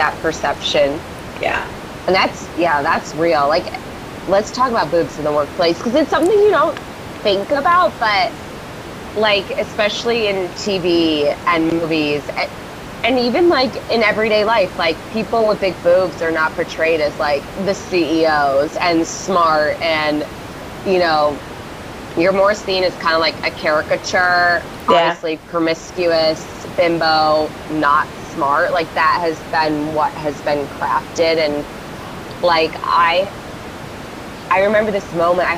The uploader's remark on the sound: We apologize for the sound quality for the interview as we were working with a new system and could not get rid of the background noise!